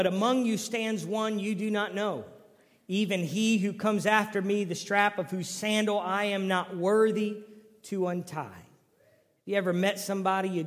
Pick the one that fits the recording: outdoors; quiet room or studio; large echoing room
large echoing room